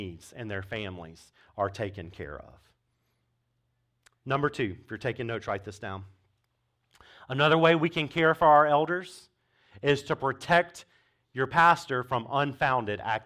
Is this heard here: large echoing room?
yes